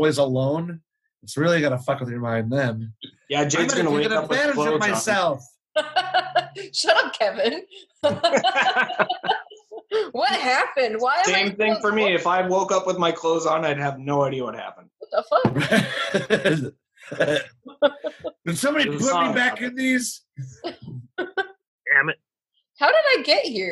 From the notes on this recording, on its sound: Welcome once again to another Zoom episode of Brews, Booze, & Reviews! We stared at screens the whole time.